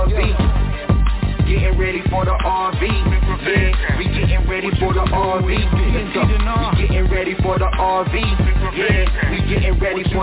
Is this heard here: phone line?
yes